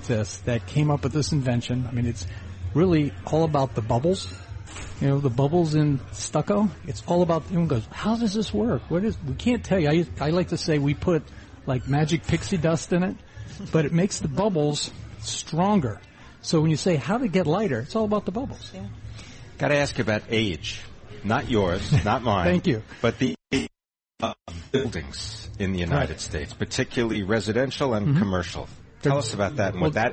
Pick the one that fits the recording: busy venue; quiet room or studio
busy venue